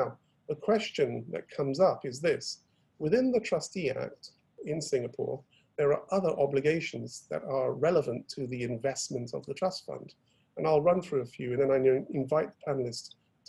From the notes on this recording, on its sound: Webinar audio recording dated 8 July 2020.